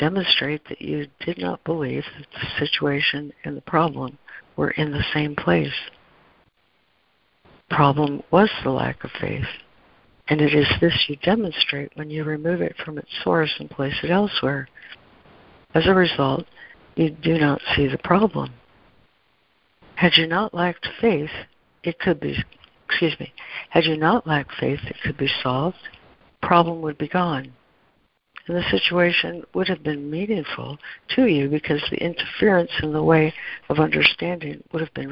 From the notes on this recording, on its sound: ACIM Daily Conference Call